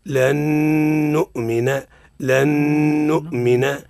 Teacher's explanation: نون ساكنة أتى بعدها حرف من حروف يؤمن اللي هي النون، النون الإدغام مع الغنة